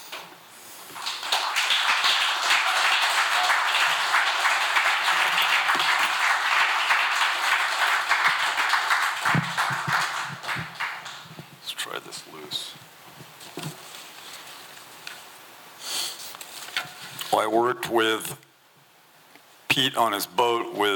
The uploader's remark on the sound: This recording was made on Saturday, February 25th, 2023, at the Ten Fifteen Theater in Astoria, OR as part of the FisherPoetry Archive Project